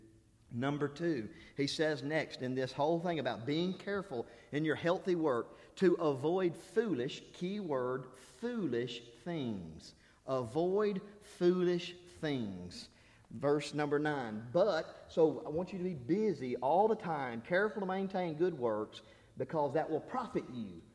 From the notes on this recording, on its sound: This is the Wednesday Sermon I preached during the Spiritual Revival I conducted at Harrisburg church of Christ.